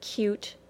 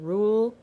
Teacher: Cute is said with U, rule is said with the oo sound.